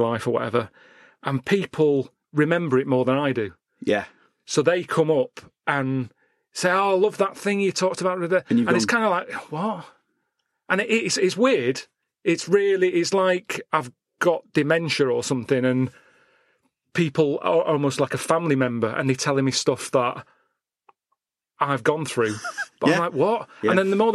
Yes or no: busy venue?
no